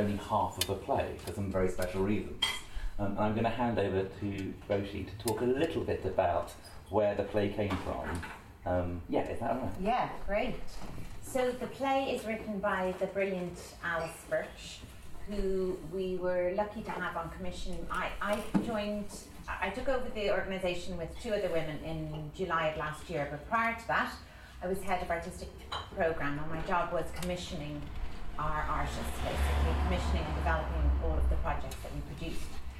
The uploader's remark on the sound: They met in the Donmar kitchen (sorry about the cutlery sounds) with some of our audience members.